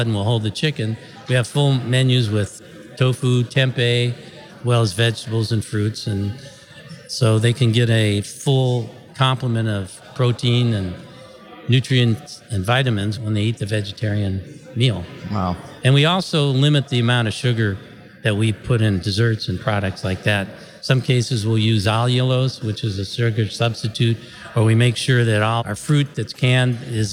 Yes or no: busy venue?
yes